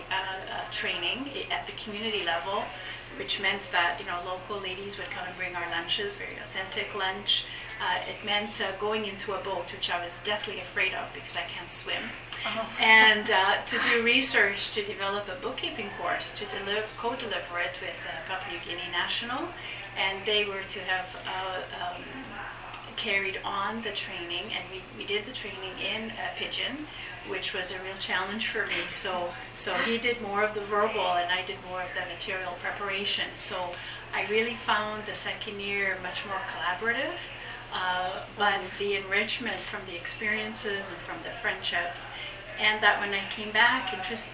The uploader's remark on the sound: At the 50th anniversary event at UBC on December 4th, 2010. This podcast was recorded during CUSO-VSO's 50th Anniversary Kick-off celebrations in Vancouver, BC.